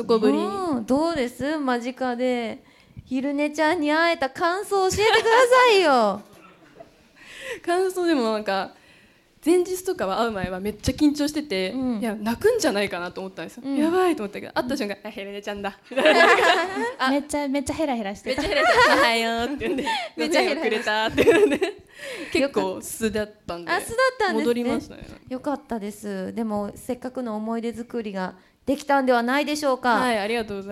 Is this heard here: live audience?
yes